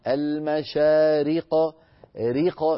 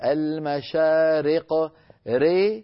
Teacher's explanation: ريق بكسر الراء كسرا كاملا · Shown in: first take · أما أن نقول المشارق ري هذه إمالة، ري هذه كثرة.